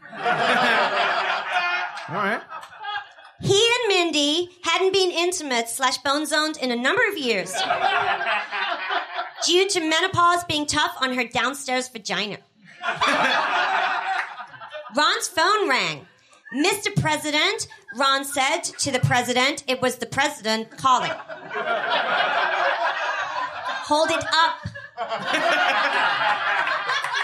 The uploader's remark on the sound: Evil Men Live: A Halloween Frightmare! In front of a sold out crowd at Comedy Bar in Toronto. NOTE: There is a bit of a microphone buzzing noise for the first 15 minutes or so of the episode.